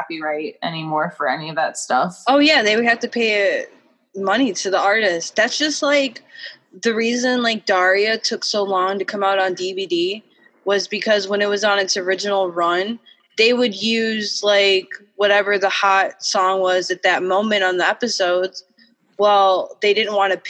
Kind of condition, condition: link, video call